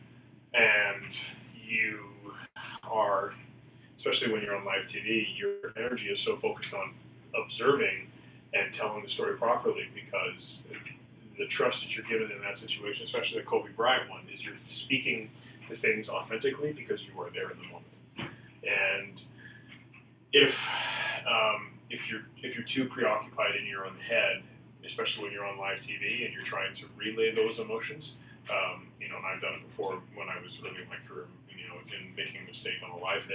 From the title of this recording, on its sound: On The Phone